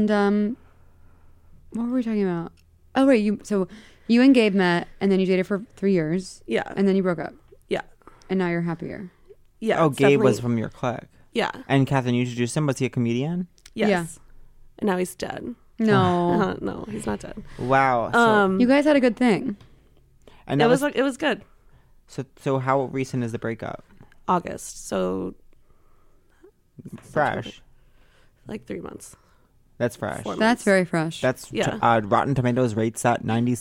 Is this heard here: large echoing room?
no